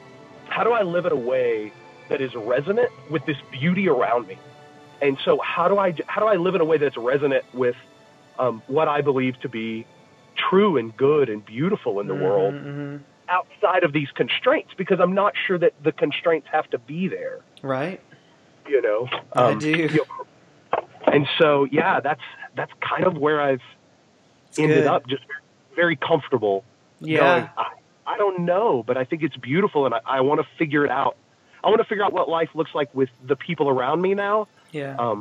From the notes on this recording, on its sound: THE SONG ITSELF ALSO PROVIDES THE ENTIRE MUSICAL AND SONIC BACKDROP TO ANY PHONE CALLS AND CORRESPONDENCE WE ARE FEATURING THIS WEEK.